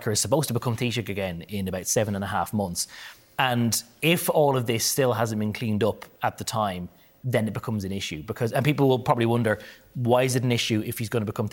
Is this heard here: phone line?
no